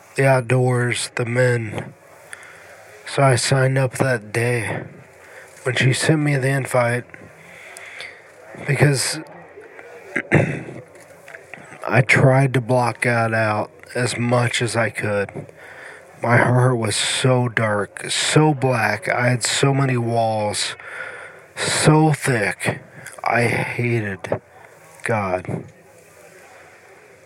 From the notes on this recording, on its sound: Inside a decommissioned outhouse, speaking into an old military field telephone